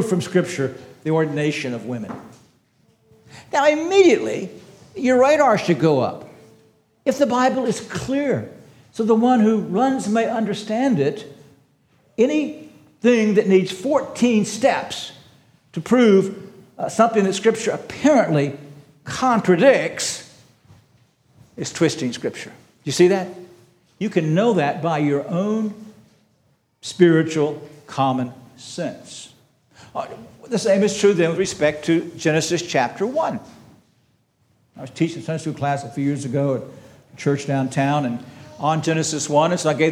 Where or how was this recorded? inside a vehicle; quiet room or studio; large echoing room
large echoing room